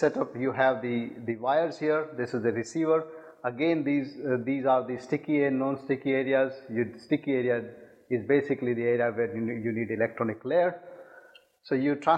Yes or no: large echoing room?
yes